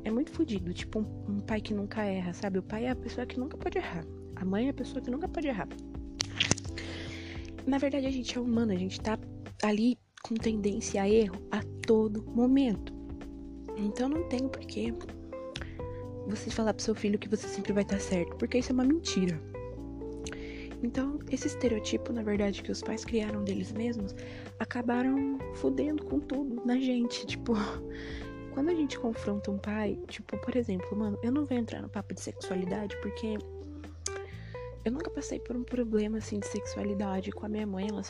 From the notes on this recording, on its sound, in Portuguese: Nesse EP tentei falar um pouco mais baixo. Foi mal pelos barulhos de fundo.